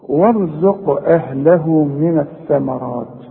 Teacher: اهي القاف دي عليها سكون، سواء تقف او توصل لازم تقلقل الحرف ده